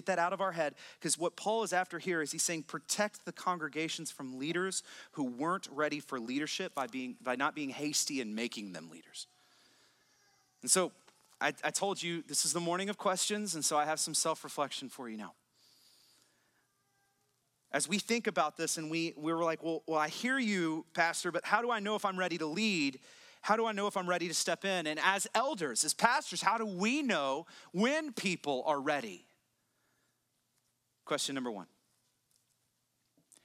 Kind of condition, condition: setting, large echoing room